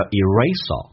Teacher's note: you erase 跟 all 有一个连音，叫 erase all